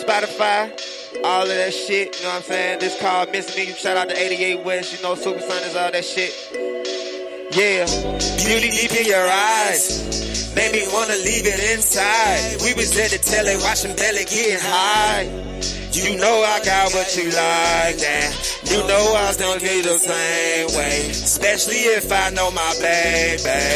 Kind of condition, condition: setting, busy venue